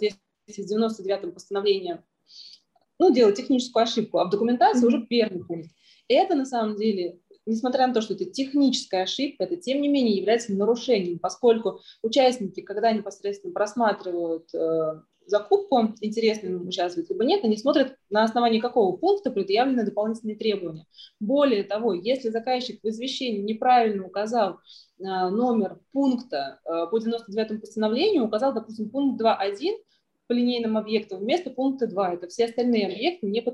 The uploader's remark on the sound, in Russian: Zoom-подкаст